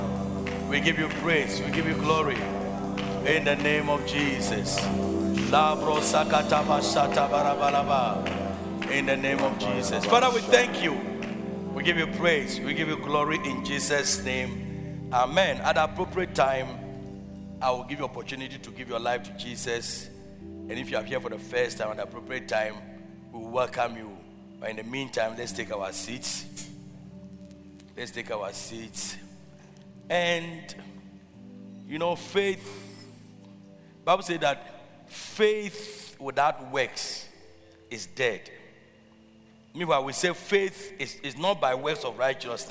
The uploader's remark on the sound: Preached at Loyalty House, Abbey, Dahwenya